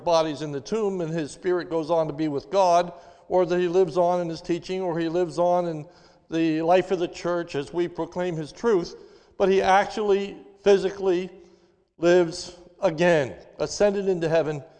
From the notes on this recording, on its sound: This is a sermon recorded live at the Lebanon Bible Fellowship Church in Lebanon, PA during the morning service on 04/04/2021